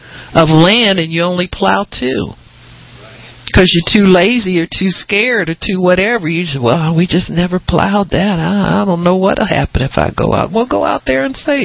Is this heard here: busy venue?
no